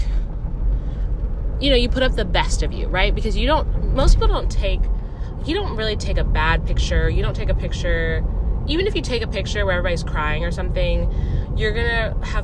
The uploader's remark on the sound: the vibrations in my voice from recording while driving